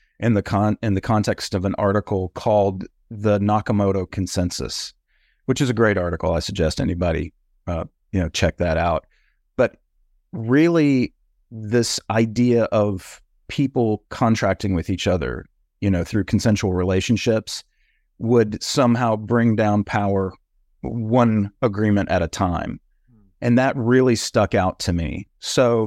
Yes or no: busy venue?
no